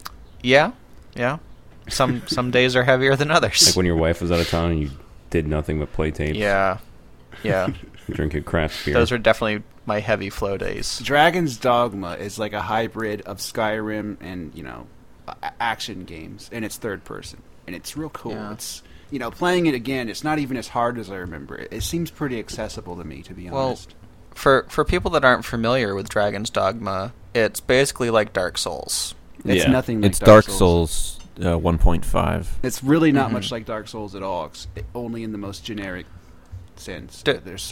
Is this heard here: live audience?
no